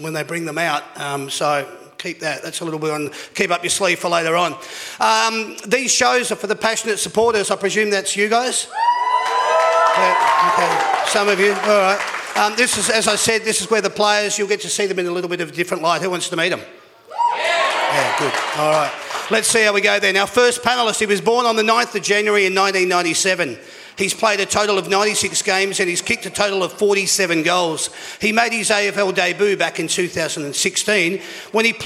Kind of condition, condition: setting, busy venue